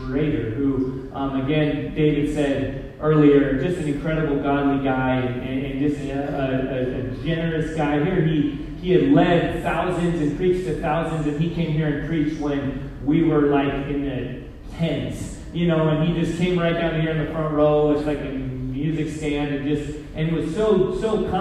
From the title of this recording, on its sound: Poor Audio Quality